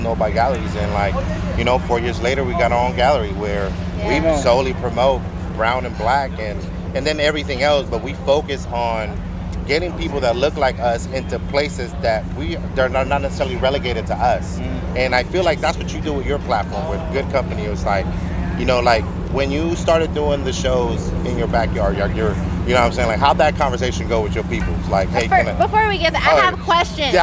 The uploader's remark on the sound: Excuse the sound we were outside at the the SOL BLUME FESTIVAL.